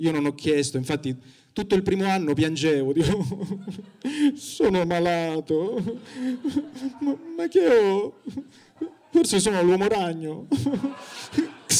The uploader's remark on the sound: Open Mic Tour - Palermo